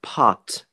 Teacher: in English, when you say pot, there is an additional H sound in a way · Term: aspirate